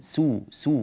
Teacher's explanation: رقق السين، سو سو وليس صو